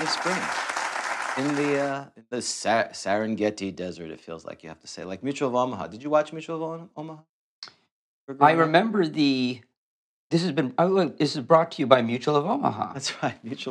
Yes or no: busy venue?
no